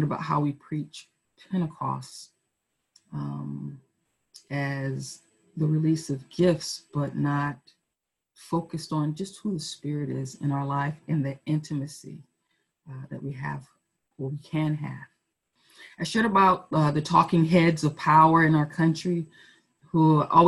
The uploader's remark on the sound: Our Zoom streamed service